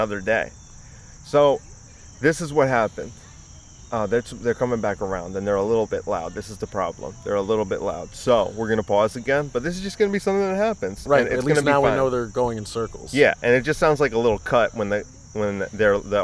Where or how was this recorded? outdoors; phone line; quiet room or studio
outdoors